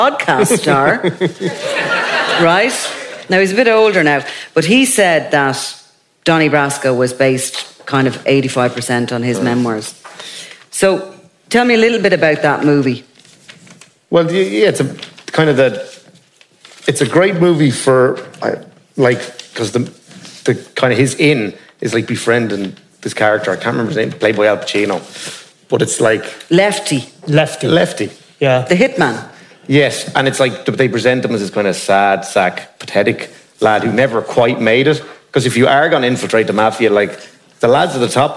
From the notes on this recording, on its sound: This special, live edition of The Dingle Whiskey Movie Club from a packed Sugar Club in Dublin. Before a live audience.